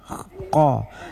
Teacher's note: Yang qa sudah ke lidah, yaitu di pangkal lidah · Term: huruf lahwiyah